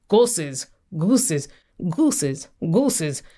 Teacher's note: Say it enough times in quick succession and you find the word drifting upwards and forwards